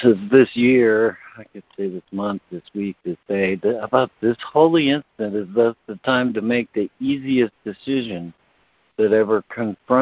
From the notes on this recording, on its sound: ACIM Daily Conference Call.